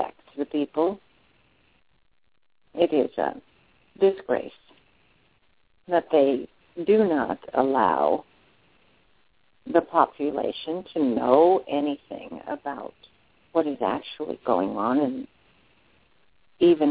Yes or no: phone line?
yes